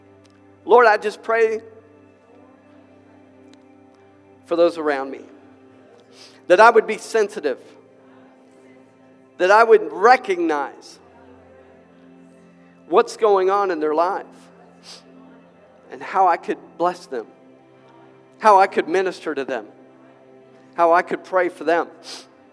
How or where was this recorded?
large echoing room